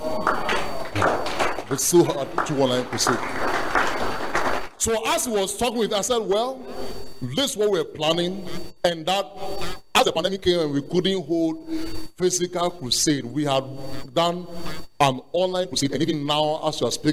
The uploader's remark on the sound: Preach at The Art of Evangelism Conference